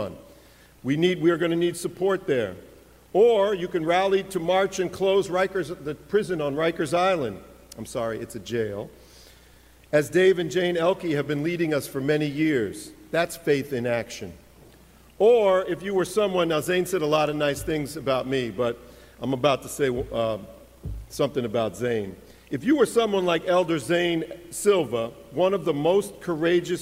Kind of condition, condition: setting, large echoing room